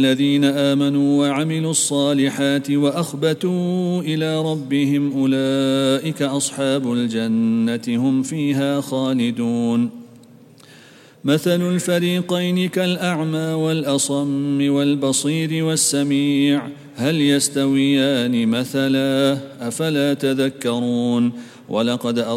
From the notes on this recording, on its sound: At the Houghton Masjid (West Street).